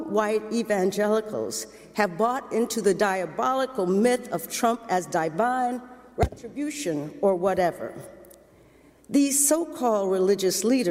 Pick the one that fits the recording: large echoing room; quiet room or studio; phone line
large echoing room